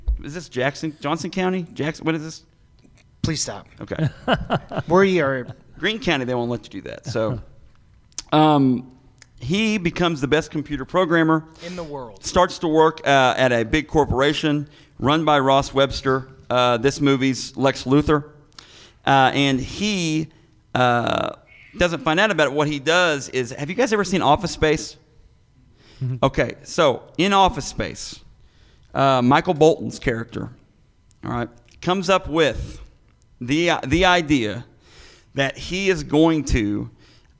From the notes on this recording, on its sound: LIVE at Planet Comicon! The guys are live from Planet Comicon in Kansas City! In front of a live audience.